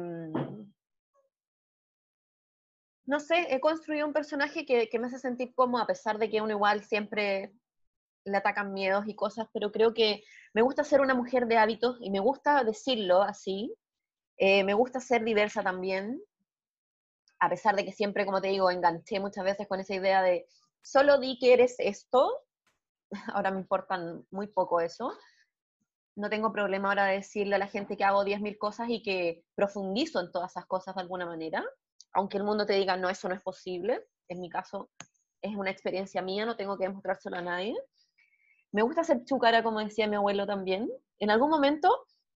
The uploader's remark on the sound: Zoom Session 01